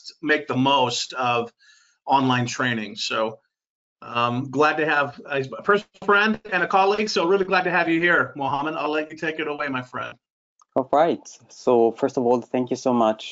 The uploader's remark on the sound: Webinar recording.